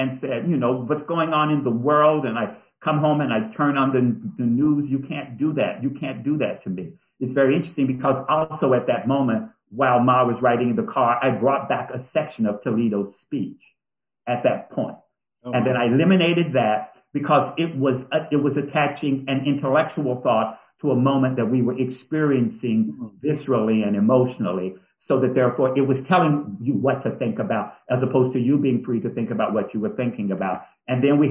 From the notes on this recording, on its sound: spoiler-filled virtual Q&A